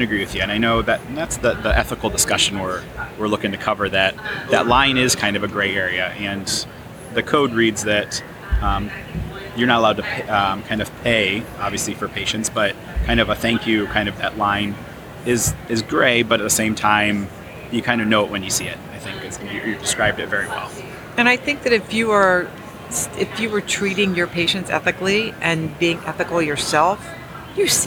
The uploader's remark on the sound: live from Smilecon.